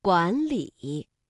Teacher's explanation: 当两个赏声字相连的时候，第一个字要发声变调，读二声阳平